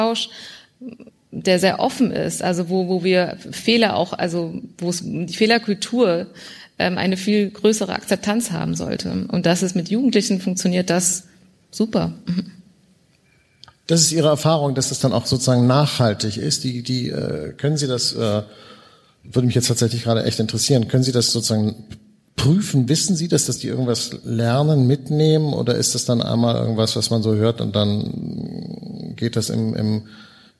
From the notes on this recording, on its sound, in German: im Rahmen von „2 um 8 – der radioeins- und Freitag-Salon“ am Berliner Ensemble aufgezeichnet.